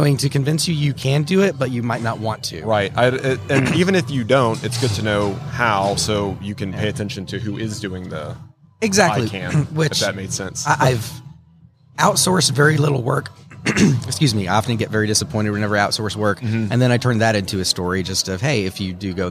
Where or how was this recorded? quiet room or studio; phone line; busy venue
busy venue